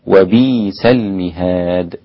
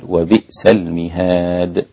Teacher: أبدل كلمة بئس الإمام ورش والإمام السوسي وأبو جعفر وكذلك حمزة وقفا، أبدل الهمزة ياء · Shown in: first take · وبيس هكذا، فيكون وبيس المهاد هكذا، وبيس المهاد.